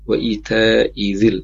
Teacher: Tadi sedikit yang terdengar di bagian ayat wa ita izil, perhatikan sini i-nya pendek, kemudian za-nya tanpa ada tasdid sana ya